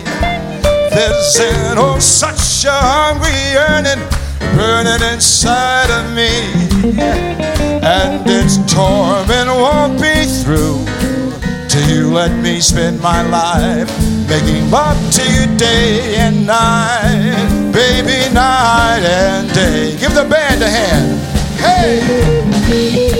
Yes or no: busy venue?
yes